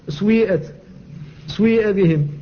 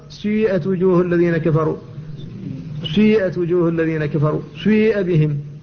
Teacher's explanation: ينطق بالسين مكسورة ممدودة بالياء، والياء مشمة بشيء من صوت الواو · Shown in: second take · فيقال سيئت وجوه الذين كفروا، سيئت وجوه الذين كفروا، سيئ بهم. · Term: الإشمام